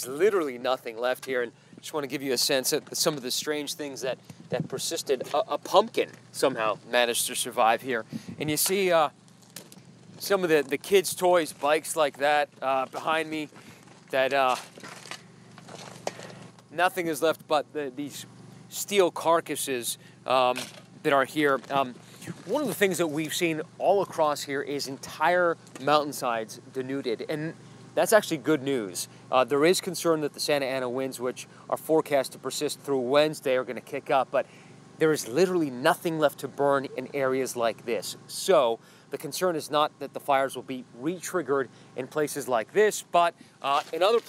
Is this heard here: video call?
no